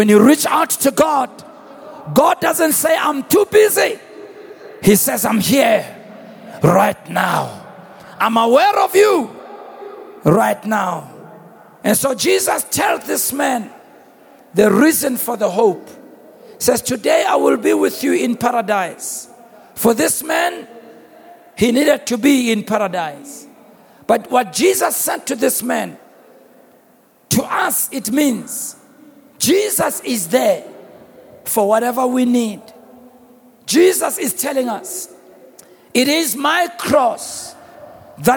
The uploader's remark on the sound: Preached at the Annual Good Friday Celebration held at Orlando Stadium on the 07th of April 2023.